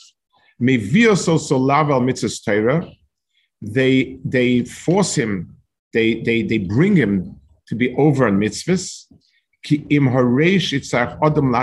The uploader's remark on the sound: This shiur take place over Zoom on Motzei Shabbos.